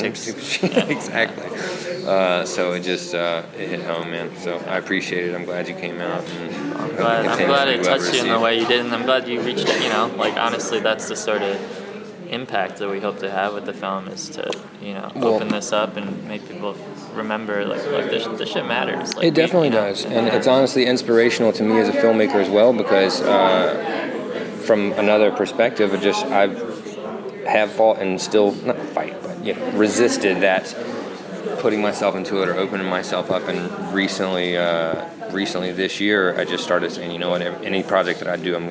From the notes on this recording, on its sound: a conversational interview, recorded last year at the Full Frame Film Festival